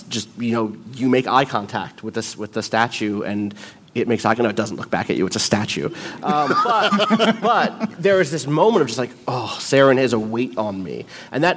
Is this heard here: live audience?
yes